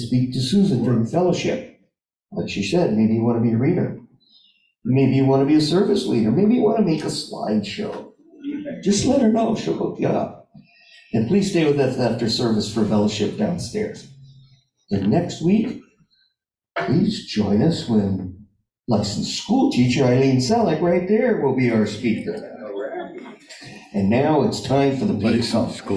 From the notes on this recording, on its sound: Live In Our Sanctuary